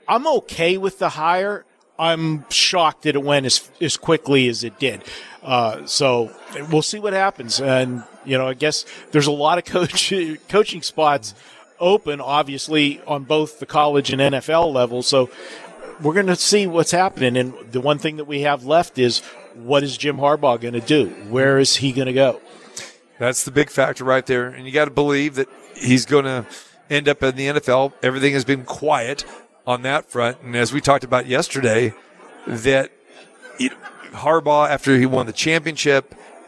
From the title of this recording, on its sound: Live From the Super Book at Westgate Las Vegas